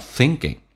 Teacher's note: ing,在口语化当中说成前鼻音，同时 k 要被浊化成 g